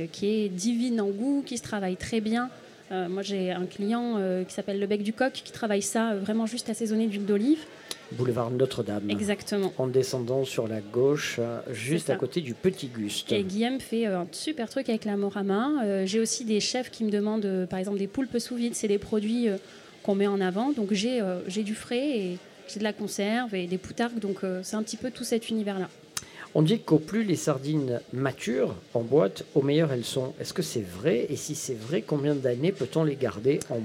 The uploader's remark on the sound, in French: Radio Grenouille au Festival Kouss Kouss 2023 - Les Grandes Tables. Le Grand Pastis délocalise son plateau et s'invite aux mythiques Grandes Tables. Sur fond de musique finement sélectionnée.